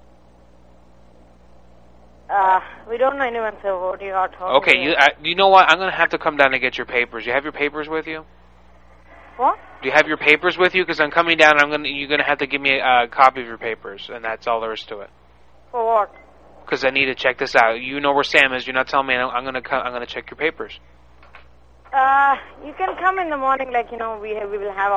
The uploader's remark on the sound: Prank Phone Calls Collection